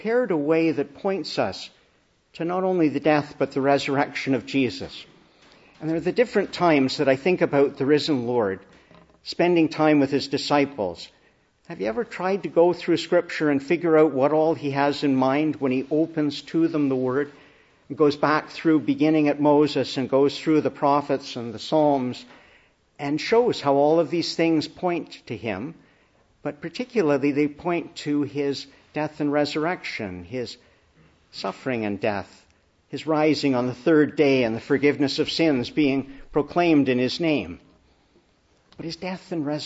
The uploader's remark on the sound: Preached in the Annunciation of the Blessed Virgin Mary, Ottawa at the Easter Vigil.